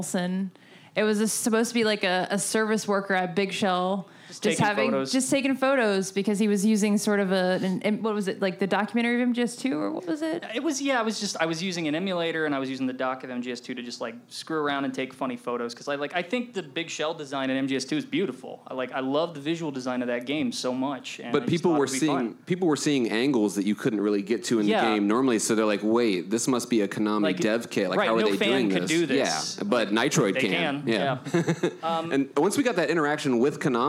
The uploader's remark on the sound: Live Panel at MGSCON. Live from MGSCON, the gang meets in person for the first time and does their first panel!